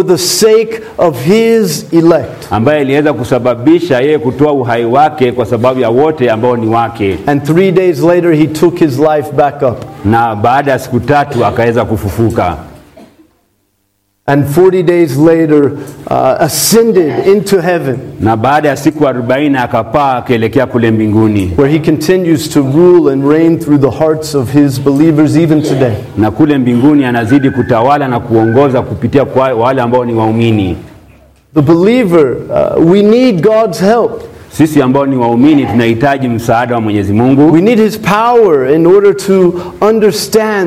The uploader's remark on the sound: This sermon was preached at Mercy Baptist Church in western Kenya.